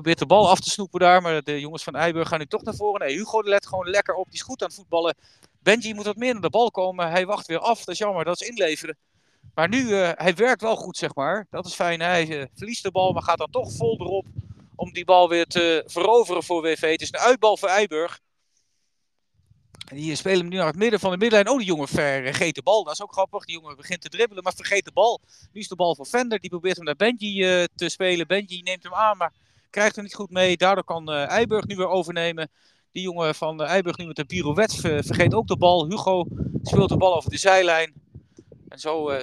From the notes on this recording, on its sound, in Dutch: Live verslag van de thuiswedstrijd van WV HEDW JO12-2 tegen AFC IJburg JO12-3.